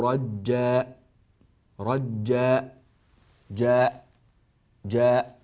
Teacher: يختم الصوت بقطعه تماما بإغلاق حنجرته فيصدر صوت همزة